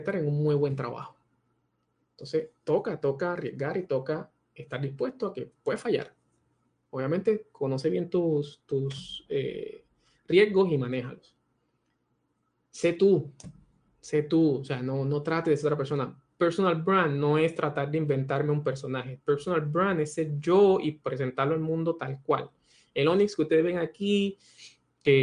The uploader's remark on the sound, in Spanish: Audio del Webinar YO - Personal Branding presentado como parte del Mikel Media Digital Summit Spring 2020.